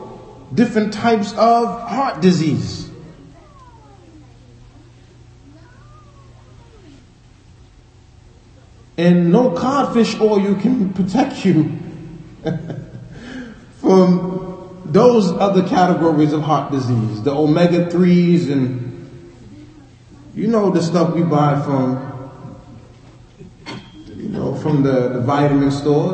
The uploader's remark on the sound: Lecture given at Masjid Nur Allah, Queens, NY